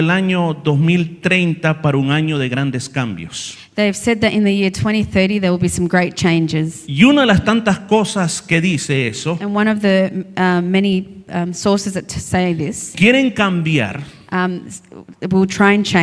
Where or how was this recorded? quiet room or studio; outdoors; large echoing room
large echoing room